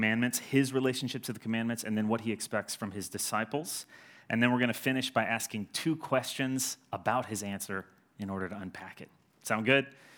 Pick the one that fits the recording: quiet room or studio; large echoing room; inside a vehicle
large echoing room